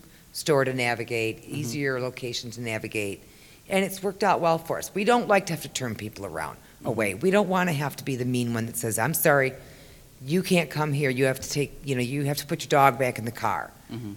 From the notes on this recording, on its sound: Live from Great Lakes EXPO. Three operations agreed to be interviewed and recorded for this live and in-person show.